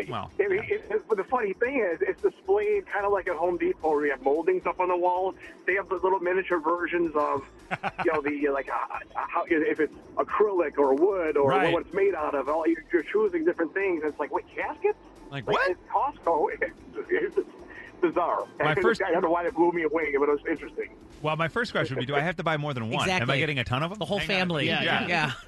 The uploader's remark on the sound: Teachers called